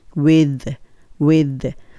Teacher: with の時はもちろん th はベロちょっと出す